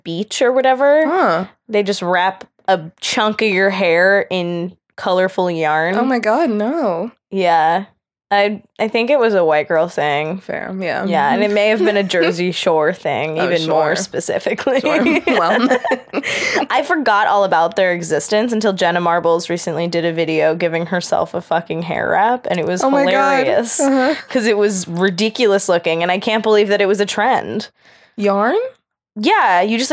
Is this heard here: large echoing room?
no